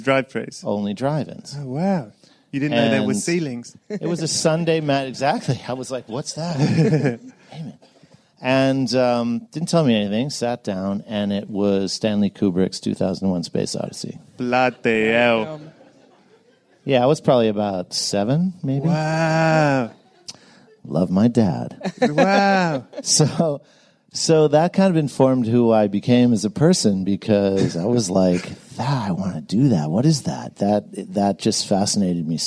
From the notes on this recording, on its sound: This one was recorded LIVE on location at the BFI, at the Southbank in London - were you there?